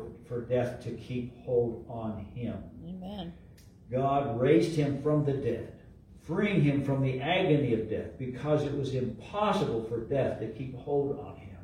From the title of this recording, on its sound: LIVE at Calvary